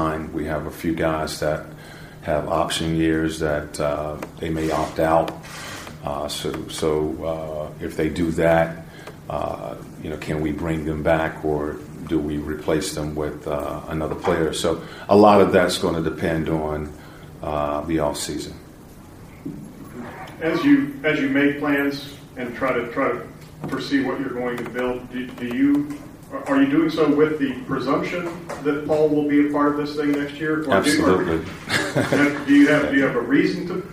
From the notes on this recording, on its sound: Season wrap-up press conference. Spoke with reporters about his first season has head coach here.